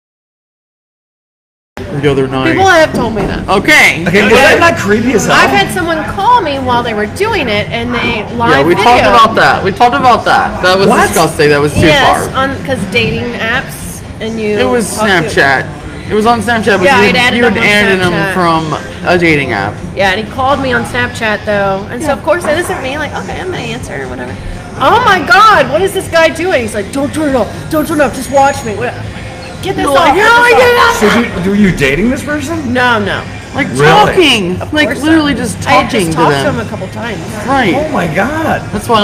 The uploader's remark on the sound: We are live at Zola's